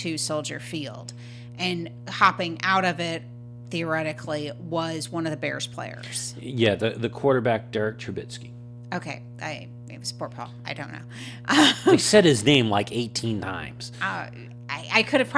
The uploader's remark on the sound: We’re still settling in to our new studio and have a few bugs to work out - we’re sorry about the hum in this week’s episode. This was a short show as we test out the podcasting rig and make sure everything is setup right again.